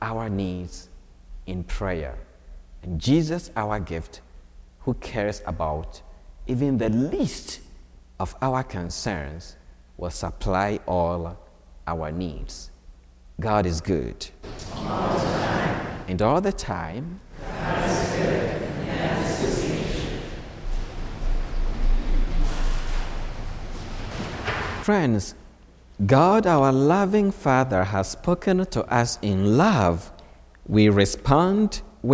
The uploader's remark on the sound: From Holy Spirit Catholic Church in Creston Iowa.